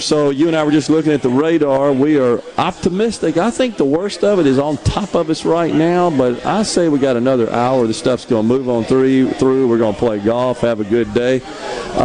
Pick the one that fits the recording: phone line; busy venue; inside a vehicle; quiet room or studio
busy venue